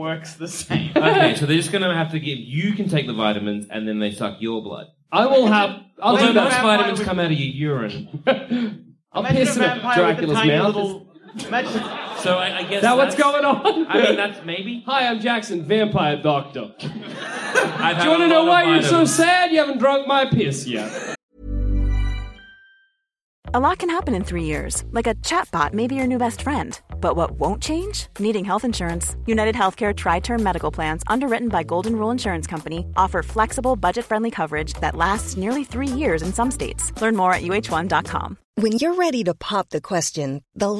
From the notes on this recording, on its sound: Part of our 2017 UK Tour. Recorded at the Soho in London.